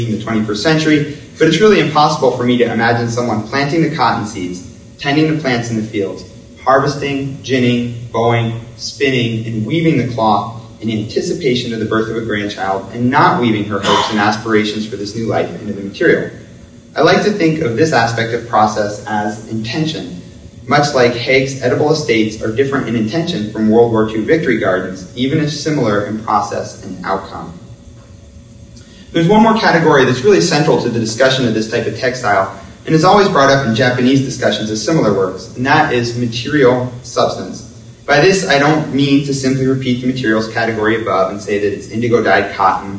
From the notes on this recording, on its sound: Public lecture. Coincides with exhibition.